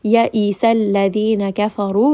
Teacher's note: ra in this case is going to be heavy because it has a dhamma